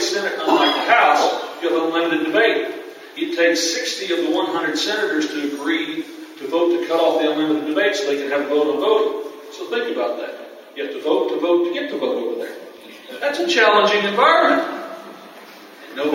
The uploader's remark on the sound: The chairman of the House Agriculture Committee came and spoke to peanut producers attending the Southern Peanut Growers Conference in Panama City Beach.